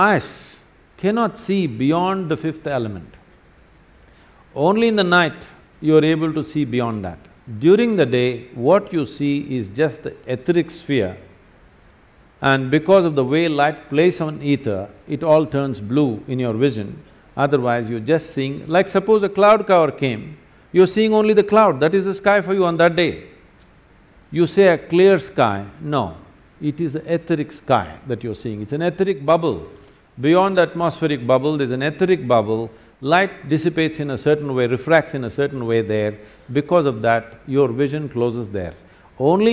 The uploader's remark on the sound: answers several questions from the audience